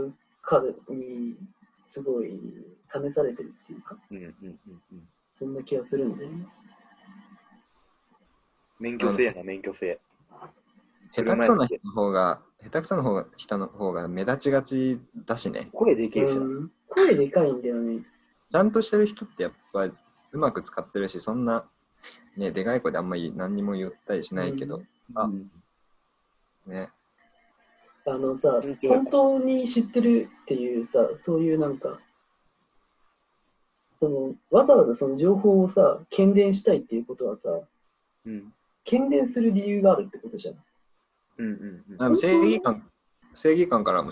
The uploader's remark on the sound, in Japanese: メンバーがZOOMを使って飲み会をしている中、少し真面目な話になったところを録音、配信してみました。急に始まって急に終わってるけどそこは許して。